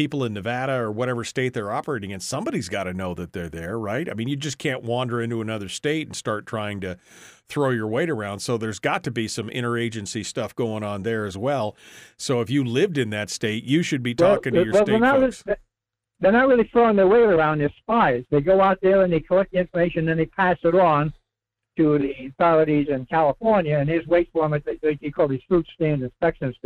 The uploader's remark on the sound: Headlines, discussions, phone calls. Open up the phone lines for a big round of Q&A.